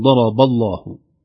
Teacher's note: نرقق الباء خوفا من تأثرها بلام لفظ الجلالة المغلظة